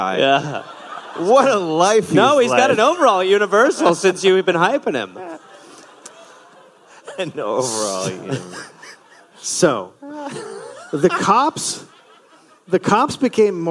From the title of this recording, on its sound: Live in NY